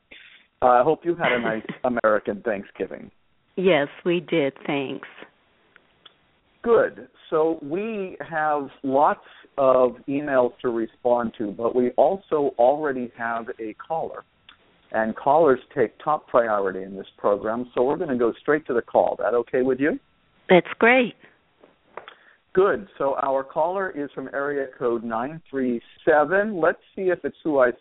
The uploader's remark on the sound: a dad called in to provide us with an update